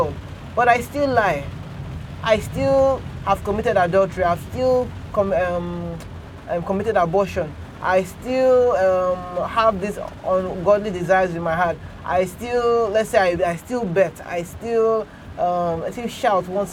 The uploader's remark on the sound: Today, we will be taking a drive to church (literally, I'm recording in the car).